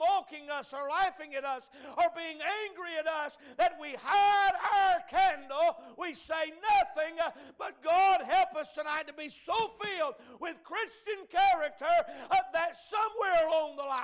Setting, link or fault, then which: setting, large echoing room